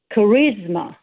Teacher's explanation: And the thing with charisma is that the stress is on the second syllable.